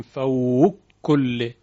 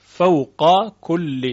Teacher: در اینجا فوق قاف ما قبلش ساکنه، چون ما قبلش ساکنه ادغام انجام نمیشه · Shown in: second take · یعنی نمیتونیم بگیم فوق کل، این غلط هست. · Term: فک ادغام و اظهار قاف